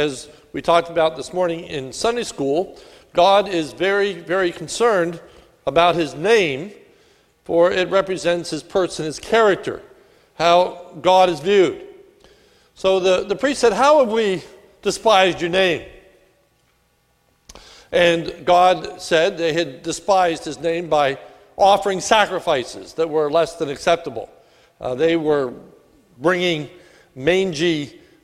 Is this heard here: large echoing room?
yes